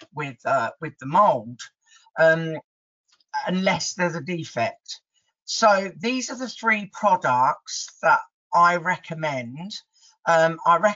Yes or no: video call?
yes